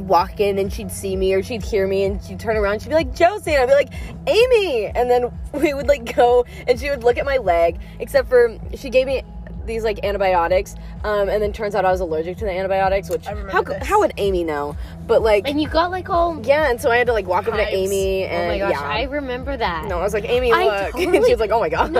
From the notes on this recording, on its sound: join me to talk about girl talk in the car